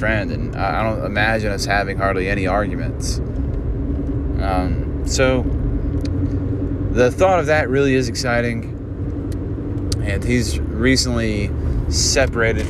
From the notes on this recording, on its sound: Driving. Drives to an open mic while providing silly banter.